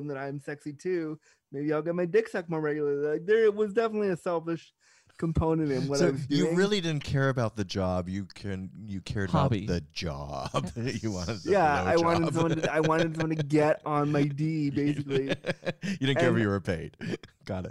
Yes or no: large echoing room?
no